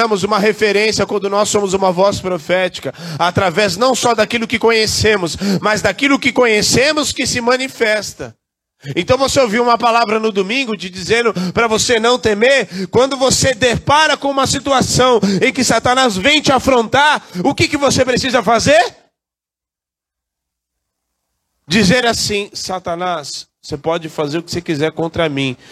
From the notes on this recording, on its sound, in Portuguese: Culto gravado dia 21/07/2023, na Igreja Desfrutar do Amor de Deus, em São Paulo.